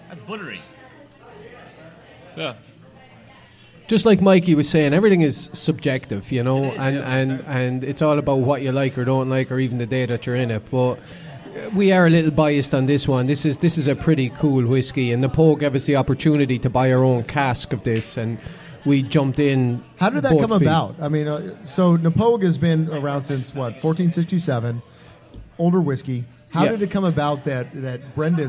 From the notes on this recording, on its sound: Recorded live at Brendan's Irish Pub.